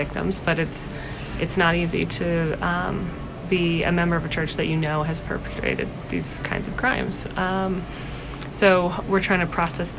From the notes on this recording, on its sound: These interviews took place at the Women of the Church Conference in October of 2018.